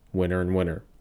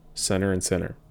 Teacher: the tendency to drop T when they occur after N. So winter and winner would sound virtually identical in conversation.